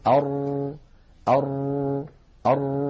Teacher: نجد بأن اللسان فيه شيء من الارتجاف · Term: التكرير